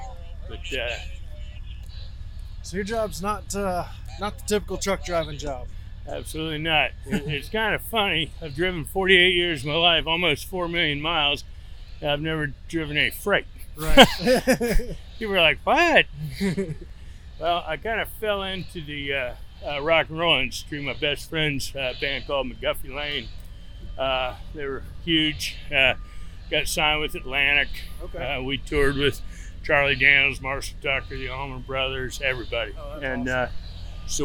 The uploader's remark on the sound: Live from the Guilty by Association Truck Show in Joplin Missouri in the area around 4 State Trucks there.